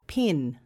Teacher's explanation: The p sound is unvoiced. That means you don't use your voice when you say it. You might like to try saying these words with your hand on your throat.